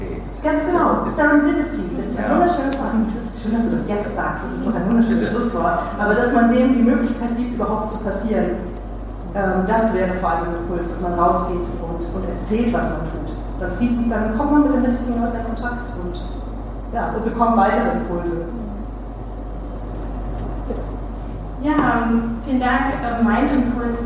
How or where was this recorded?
live audience